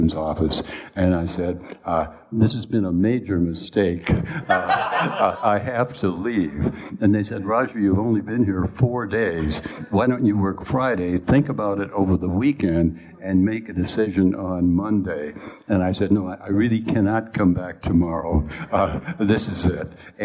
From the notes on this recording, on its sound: LIVE from the Overlook Film Festival. Live edition of Post Mortem from the Overlook Film Festival in Oregon in front of a standing-room only audience.